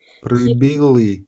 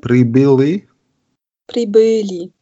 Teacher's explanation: das I, das wird hinten im Rachen gebildet